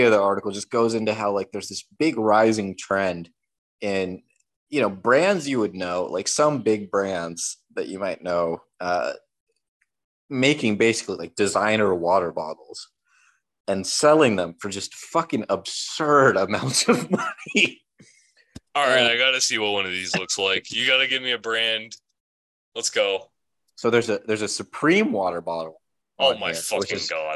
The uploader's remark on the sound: We kinda forgot to record that part after Zoom kicked us out.